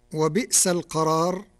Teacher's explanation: قرأ ورش كلمة وبئس بإبدال الهمزة الساكنة ياء لكسر قبلها